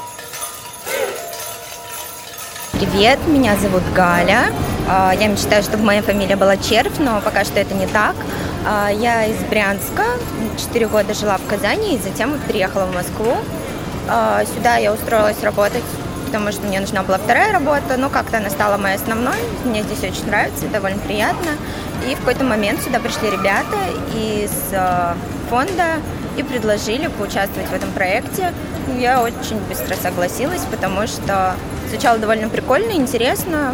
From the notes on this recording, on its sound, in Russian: Поэтому тоже посетили рынки, записали этих людей и эту музыку.